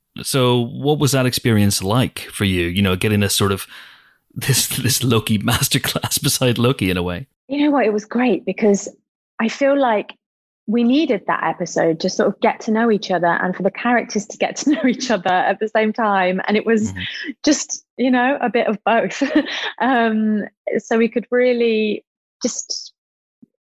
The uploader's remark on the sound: jumps onto Zoom